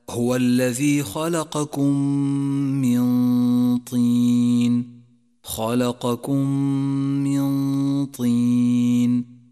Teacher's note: جاءت الميم الأولى ساكنة والميم التي بعدها متحركة، والواجب هنا أن ندغم الميم الأولى بالميم الثانية فتصيرا ميما واحدة مشددة تحتاج إلى غنة زمنها حركتان · Term: الإدغام الشفوي